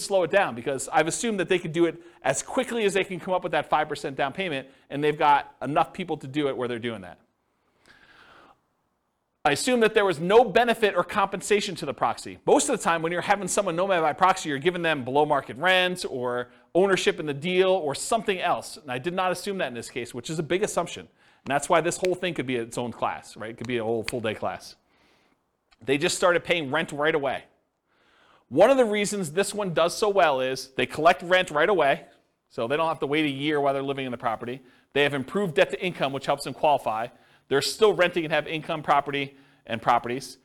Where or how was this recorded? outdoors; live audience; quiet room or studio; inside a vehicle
live audience